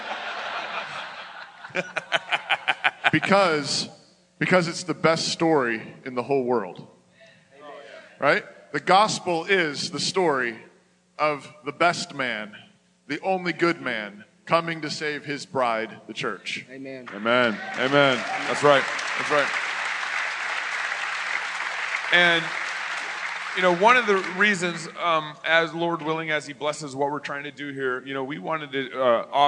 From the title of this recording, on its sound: Fight Laugh Feast Conference: LIVE SHOW!!!